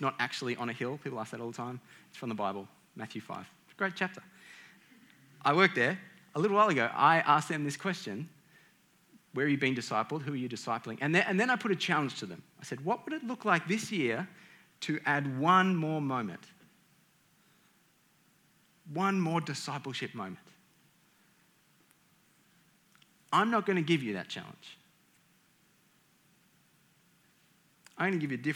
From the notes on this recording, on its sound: This talk is from the Compelled Conference at the start of 2022.